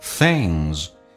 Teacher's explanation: Things 咬舌，舌尖往上指搭一下就可以了，而且是后鼻音，叫 things， S 发 z，但是非常的轻，有时很难分辨。